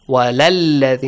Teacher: hamzatul wasl, skip the alif in la. Walalladina, not walalladina, walalladina.